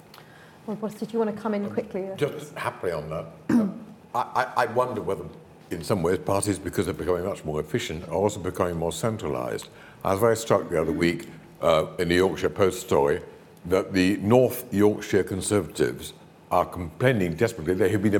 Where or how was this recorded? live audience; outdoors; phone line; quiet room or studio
live audience